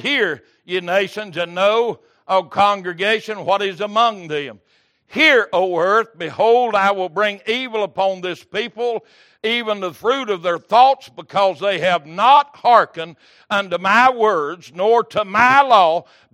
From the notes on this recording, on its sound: Wednesday Evening Service